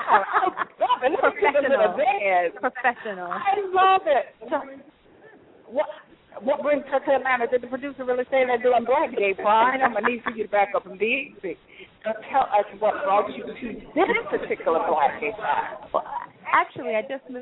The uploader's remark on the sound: The Annual Black Gay Pride Fest in Atlanta is the largest in the U.S. Live remote broadcast with celebrity interviews, event promoters and party goers live at various events in the city.